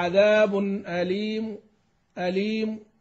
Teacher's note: فالتنوين يلحقنا بالسكون، فنحن نحذف التنوين ونروم كأنها ضمة واحدة · Term: الروم